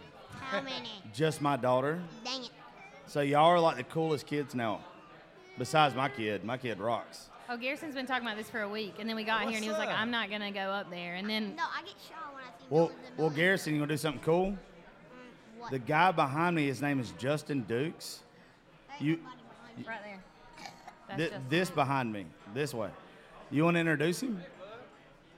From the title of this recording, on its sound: Rounds At Live Oak In Nashville